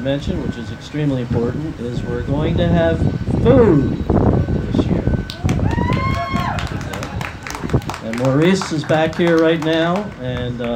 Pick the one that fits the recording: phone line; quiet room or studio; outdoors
outdoors